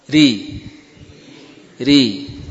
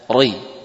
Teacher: Karena dalam kondisi kasrah, maka dia tidak dibaca dengan tebal. · Shown in: first take · Term: istifal